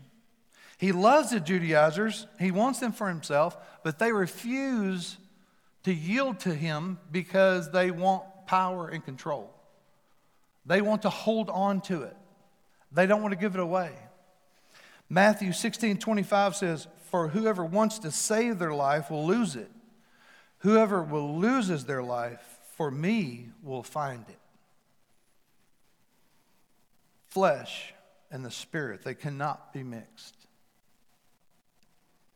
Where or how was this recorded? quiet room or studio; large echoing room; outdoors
large echoing room